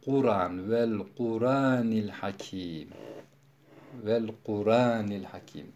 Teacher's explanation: Kur'an'daki hemzenin harekesini ra'ya veriyor. Elif, yani hemze elife dönüşüyor, hareketsiz kalıyor. · Term: nakil